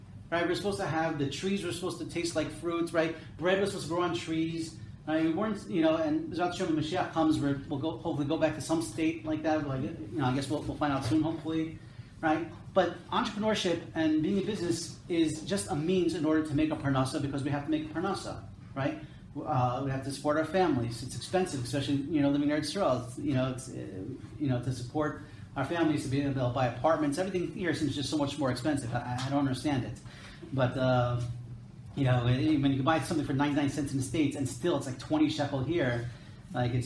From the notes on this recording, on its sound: This episode is a recording of a lecture. At Temech Business Center in Jerusalem.